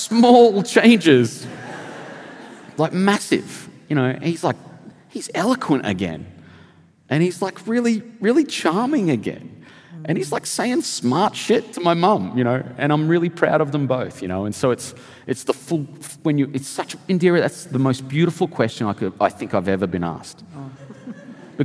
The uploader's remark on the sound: This episode was recorded at a special Sydney Writers' Festival event in October 2023.